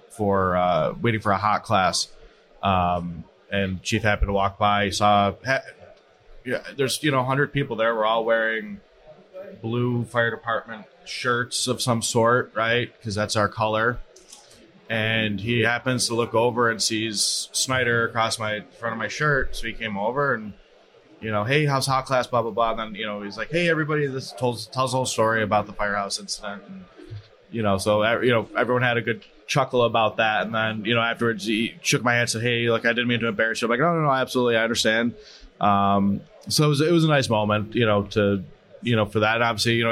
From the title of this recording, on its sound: Live at FDIC